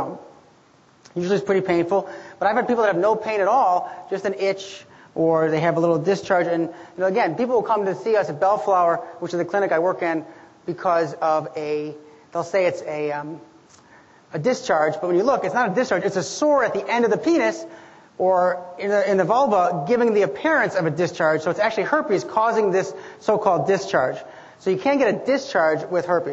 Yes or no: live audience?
yes